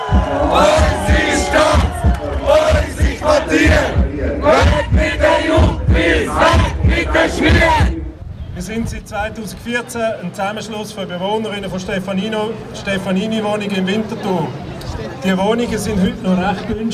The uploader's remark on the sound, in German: auf dem Archplatz und berichteten live vom 10 Jahre StandortFUCKtor Jubiläum